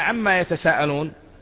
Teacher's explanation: عما أصلها عن ما، أصلها عن الذي هو حرف الجر، وما التي هي الاستفهامية، فأدغمت النون في الميم فصارت عما